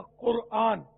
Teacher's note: قا یہ ذرا گلے کے بیچ سے نکلتا